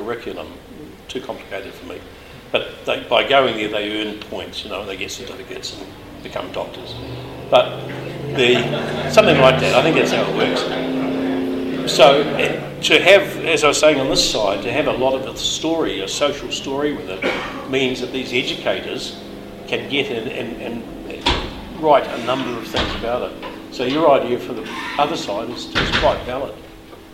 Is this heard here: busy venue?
yes